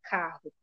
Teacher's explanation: Na maioria dos dialetos do Brasil, pronuncia-se carro. O r é pronunciado como fricativa velar surda.